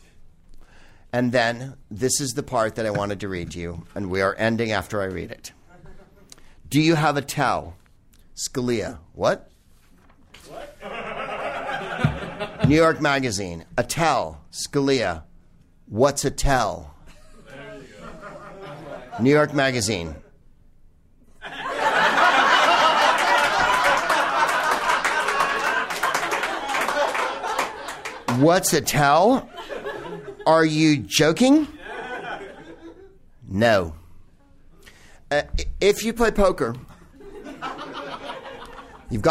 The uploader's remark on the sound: Back home at West Hollywood's Bar Lubitsch